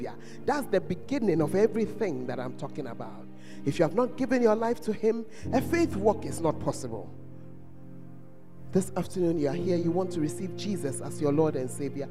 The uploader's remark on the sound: Preached at First Love Center, Ayeduase